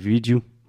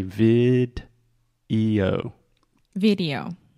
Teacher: first we have a hard D sound, vid, and then we really exaggerate the O at the end. · Shown in: second take